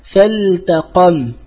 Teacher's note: اللام تخرج من أدنى حافة اللسان إلى منتهى، والتاء تخرج من الطرف. فنبه رحمه الله تعالى إلى إظهارها. · Term: اللام عند التاء